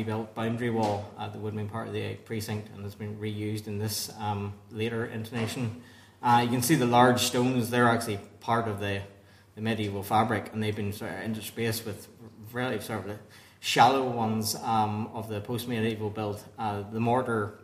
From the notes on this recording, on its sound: at the 2023 Tudor and Stuart Ireland Conference